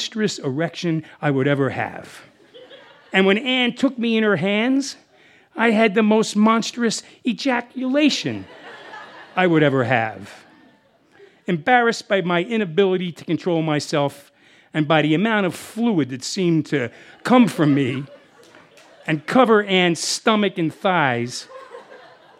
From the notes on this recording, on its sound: This story was recorded live on 19 July 2017 at Buntport Theater in Denver, Colorado.